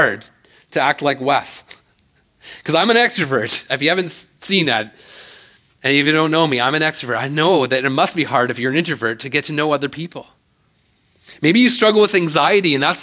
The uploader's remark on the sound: speaks at SouthRidge Fellowship, a Langley church.